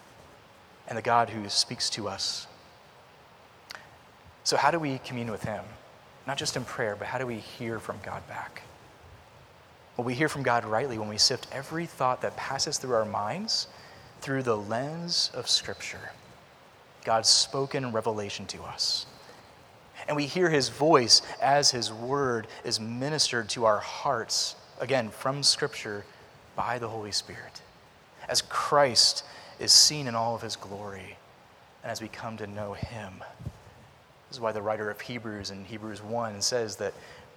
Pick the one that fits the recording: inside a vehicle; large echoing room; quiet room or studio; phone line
large echoing room